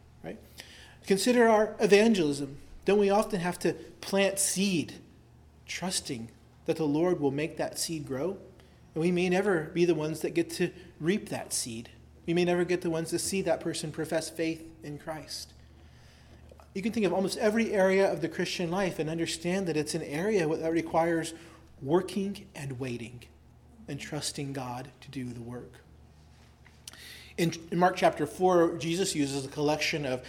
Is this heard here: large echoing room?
yes